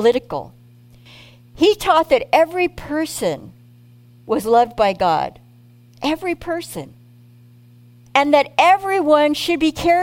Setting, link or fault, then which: setting, large echoing room